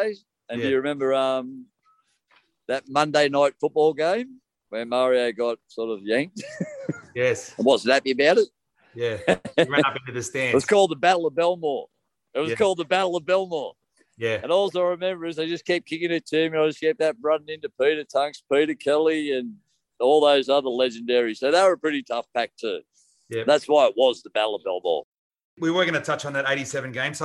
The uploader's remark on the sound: This week in lockdown we recorded the show via Zoom.